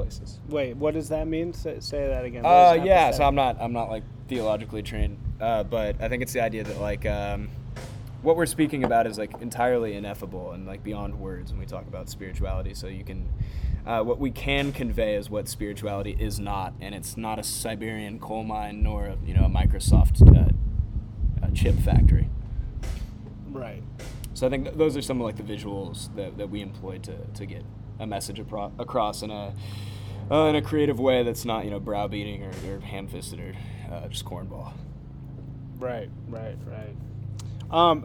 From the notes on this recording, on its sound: conducted outside